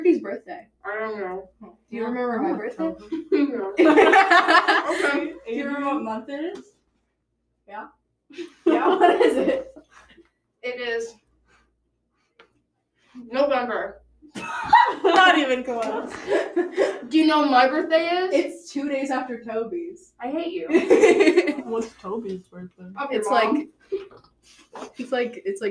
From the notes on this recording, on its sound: We didnt check the mic. Today's episode sounds awful.